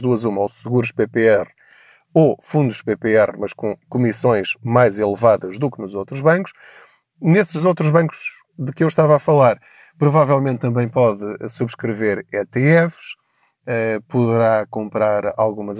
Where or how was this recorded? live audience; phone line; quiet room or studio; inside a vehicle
inside a vehicle